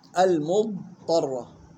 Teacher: يلاحظ الاستطالة في الضاد لا تقلقل ولا تضغم في الطاء